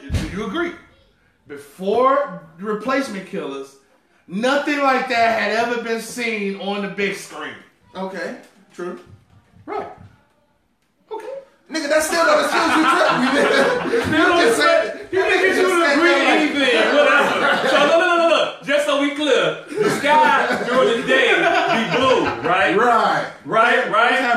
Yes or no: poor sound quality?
yes